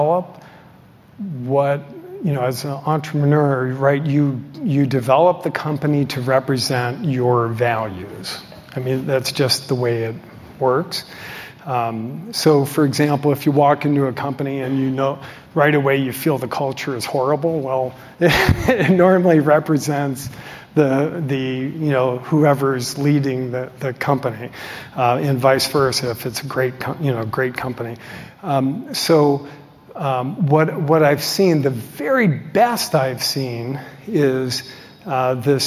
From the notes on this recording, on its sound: delivered at the Zweig Group's 2023 Elevate AEC Conference